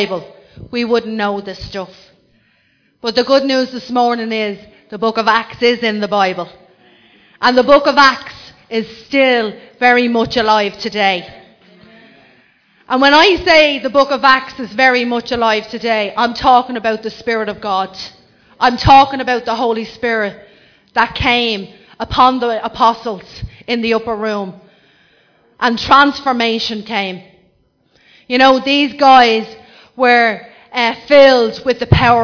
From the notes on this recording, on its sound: Recorded live at Liberty Church on 9th February 2020